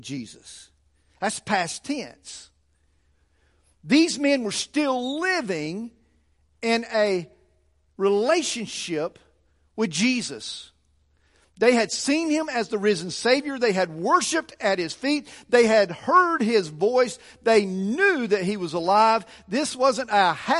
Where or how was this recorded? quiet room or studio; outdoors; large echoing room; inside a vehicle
large echoing room